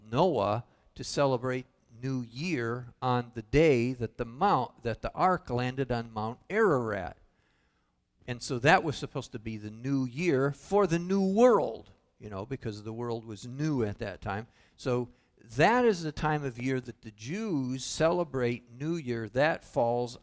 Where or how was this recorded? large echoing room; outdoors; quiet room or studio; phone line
large echoing room